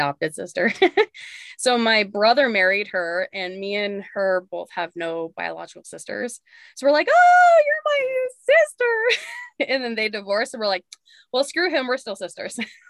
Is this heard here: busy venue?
no